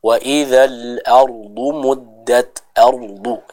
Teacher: huruf ra-nya kita baca dengan tebal